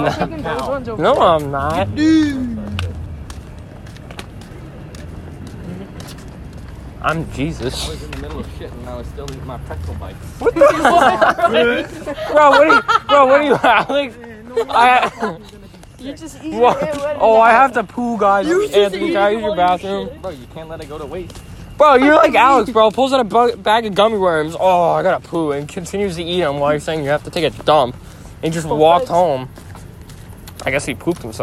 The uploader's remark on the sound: Walking around Lake George… at night.